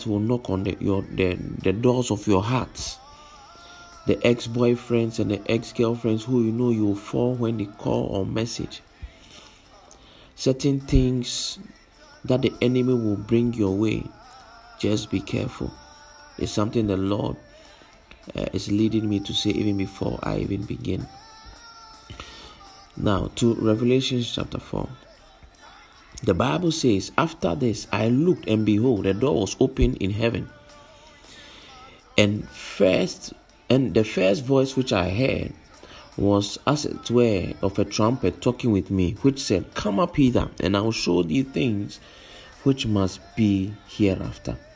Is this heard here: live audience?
no